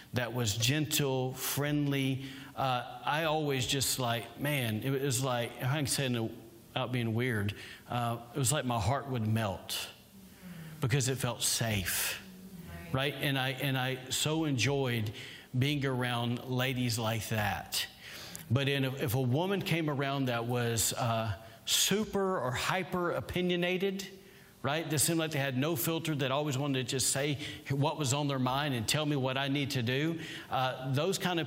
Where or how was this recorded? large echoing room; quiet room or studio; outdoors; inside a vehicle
large echoing room